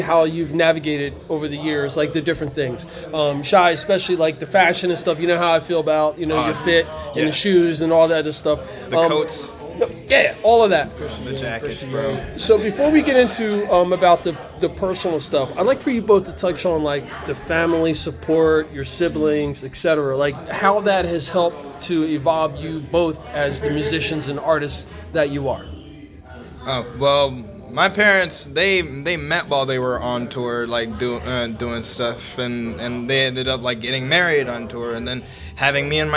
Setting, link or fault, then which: setting, busy venue